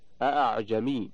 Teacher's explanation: إلا في الهمزة الثانية من قوله تعالى أأعجمي في سورة فصلت، فإنها تسهل بين الهمزة والألف وجوبا